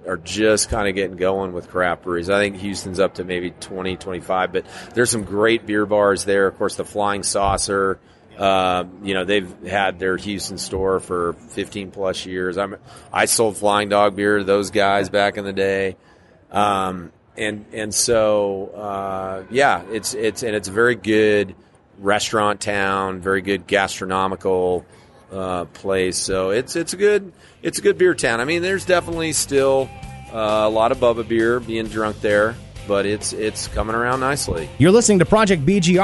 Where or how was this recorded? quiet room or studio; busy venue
busy venue